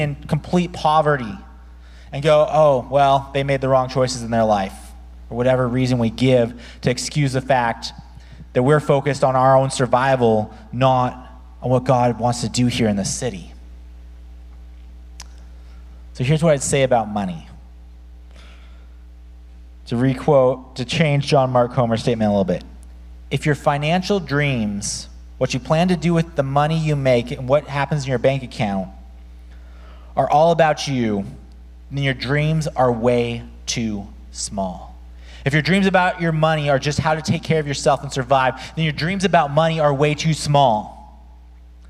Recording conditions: large echoing room